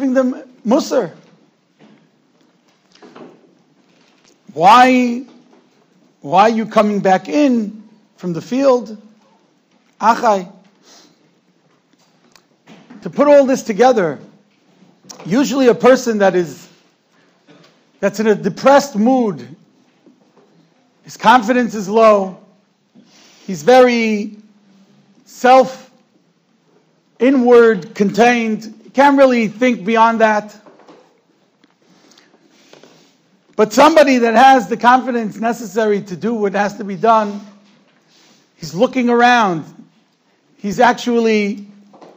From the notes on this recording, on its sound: Shiur recorded in Yeshivas Ohr Reuven, Monsey, NY.